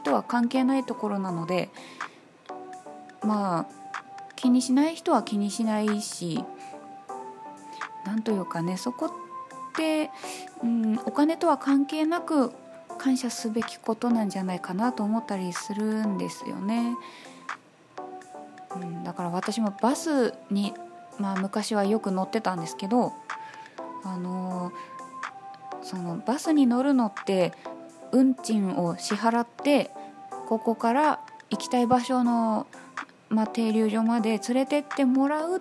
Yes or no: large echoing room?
no